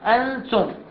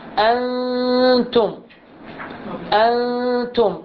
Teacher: النون ساكنة هنا والتاء مفتوحة، عند وصول النون إلى التاء تخفى النون